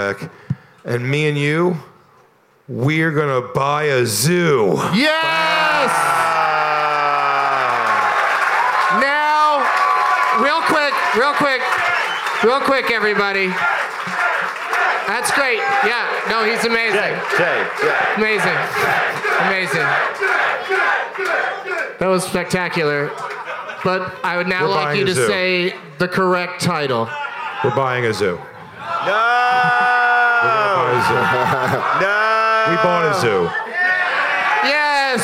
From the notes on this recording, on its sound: Live from Skankfest in New York City